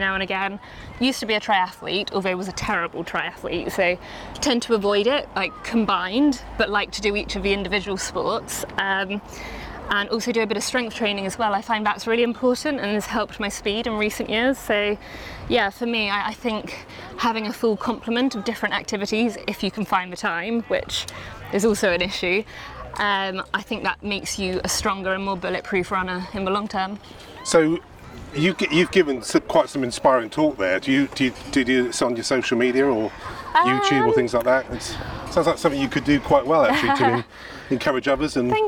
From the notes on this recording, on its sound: Walking along the coastal path at Herne Bay in Kent. Recorded in Herne Bay, Kent August 2023.